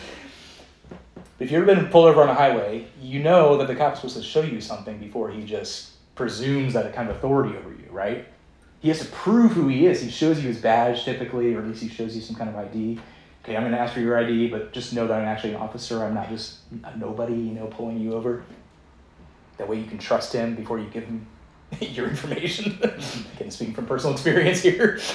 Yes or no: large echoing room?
yes